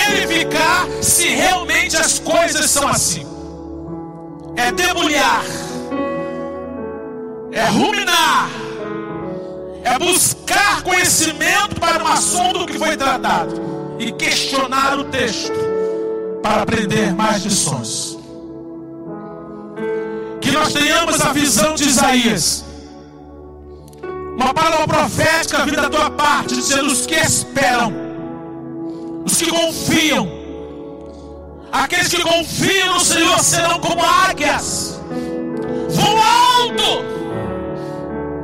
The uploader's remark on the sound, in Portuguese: CULTO AO VIVO